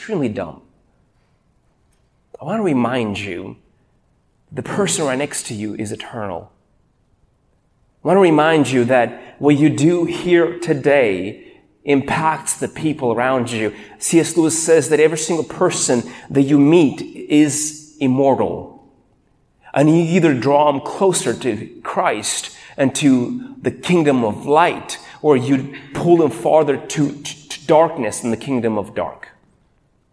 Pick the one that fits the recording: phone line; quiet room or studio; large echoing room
large echoing room